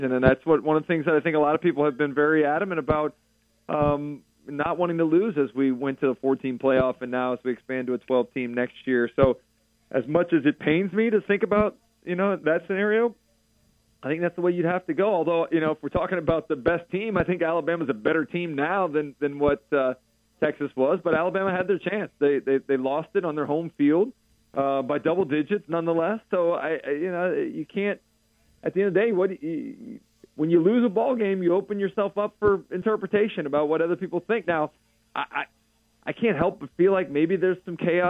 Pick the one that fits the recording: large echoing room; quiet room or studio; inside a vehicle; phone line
phone line